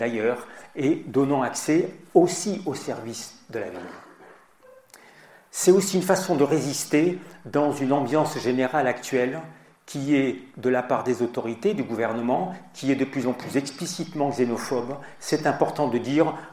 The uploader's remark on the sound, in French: Dans cette émission nous communiquons une conférence à l’occasion de la Journée de la Fraternité.